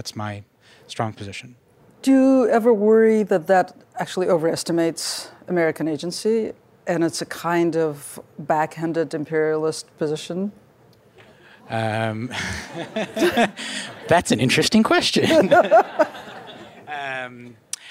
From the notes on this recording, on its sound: In a conversation at the 2018 New Yorker Festival